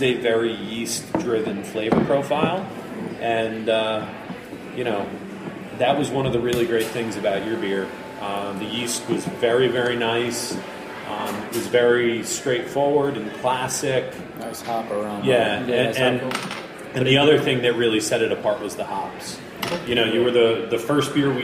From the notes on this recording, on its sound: Recorded in March at Threes Brewery